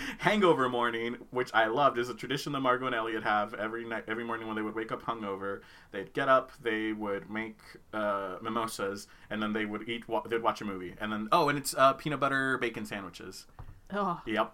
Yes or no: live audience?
no